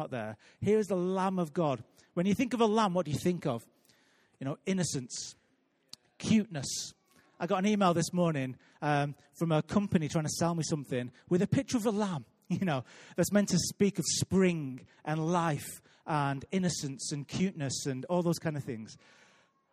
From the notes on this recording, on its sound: Recorded live at Life Church on Friday 30th March 2018.